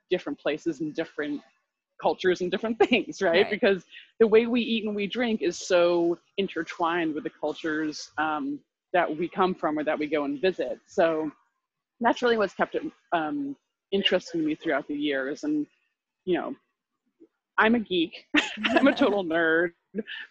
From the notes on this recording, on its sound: We had a pretty bad connection, but above is our brief conversation, which got cut off right at the end.